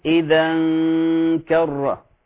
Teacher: نرقق غنة الإخفاء إذا لأنه الكاف من حروف الترقيق